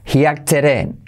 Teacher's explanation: La D al final se convierte en R suave